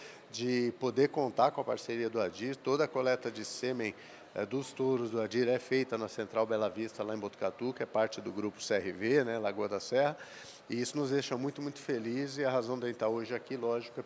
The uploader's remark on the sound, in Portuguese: Prosa gravada durante o Meeting Adir em Ribeirão Preto.